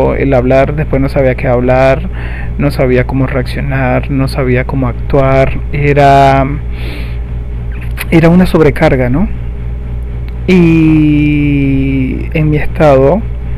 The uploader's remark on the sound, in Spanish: Disculpen el mal sonido, escúchenlo con poco sonido.